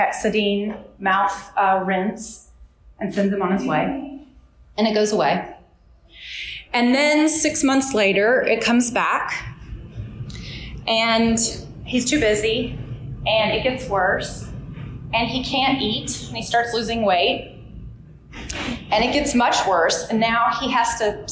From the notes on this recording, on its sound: Originally presented this lecture live, in front of an audience at the excellent Southeastern Seaboard Symposium in Myrtle Beach, South Carolina.